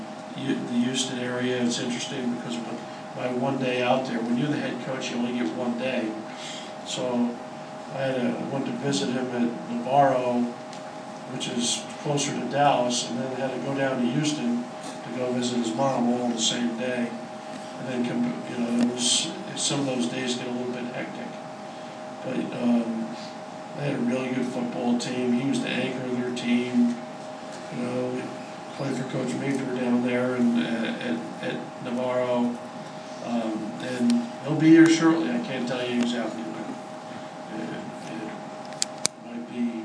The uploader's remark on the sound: hosted a news conference